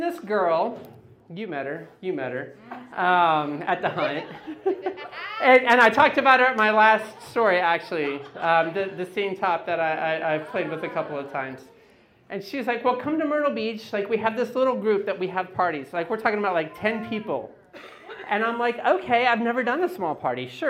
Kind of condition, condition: setting, live audience